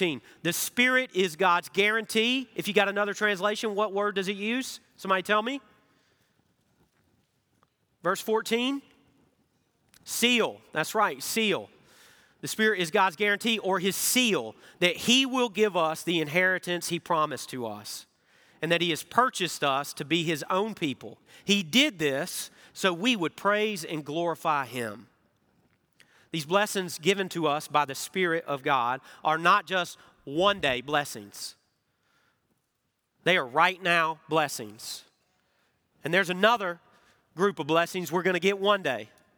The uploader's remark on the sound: Recorded Live at Brookwood Church